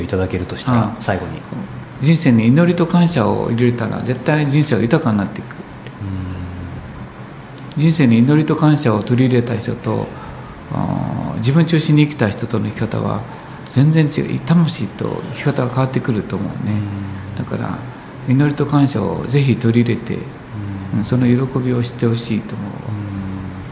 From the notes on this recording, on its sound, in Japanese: コートヤード HIROOで収録したショートインタビューをお届けします